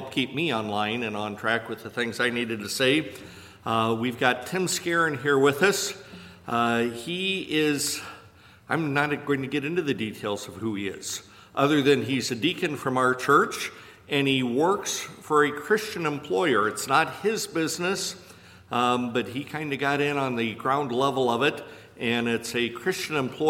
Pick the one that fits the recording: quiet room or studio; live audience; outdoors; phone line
live audience